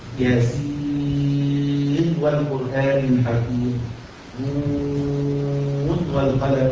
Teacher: هي وردت نون ساكنة بعدها واو لكن حكمها الإظهار، حكمها الإظهار، واستثناء من أحكام الإدغام النون الساكنة في الواو